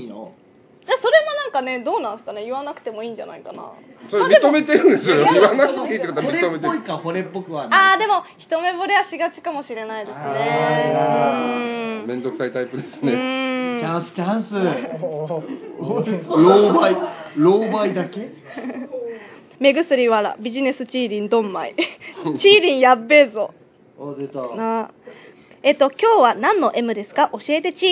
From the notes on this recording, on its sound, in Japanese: 鑑賞会での収録第2弾